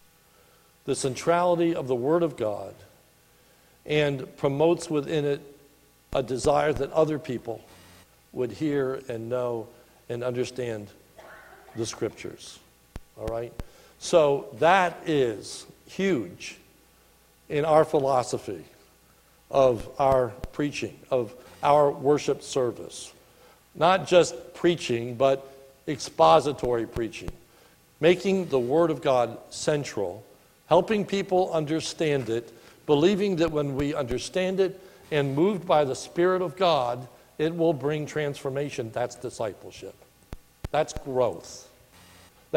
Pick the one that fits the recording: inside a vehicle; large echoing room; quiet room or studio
large echoing room